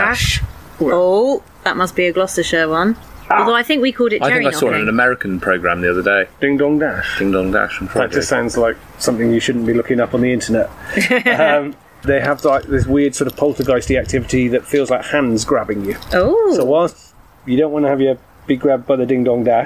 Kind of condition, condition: setting, outdoors